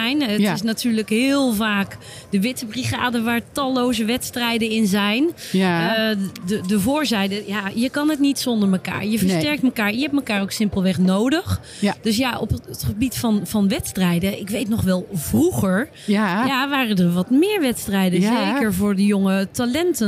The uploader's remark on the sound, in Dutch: Deze aflevering van de Stamtafel - Dé podcast over gastvrijheid - is opgenomen te midden van de Horecava. Met dank aan SVH voor een plekje op hun Horecava stand.